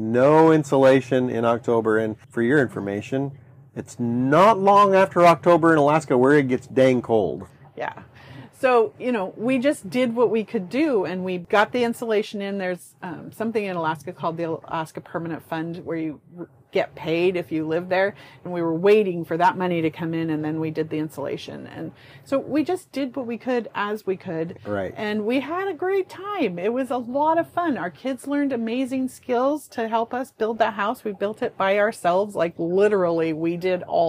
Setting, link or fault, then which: fault, wind noise